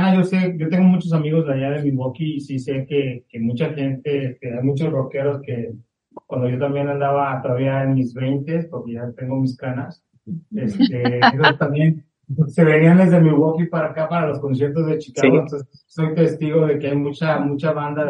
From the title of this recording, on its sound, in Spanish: Entrevista a través de zoom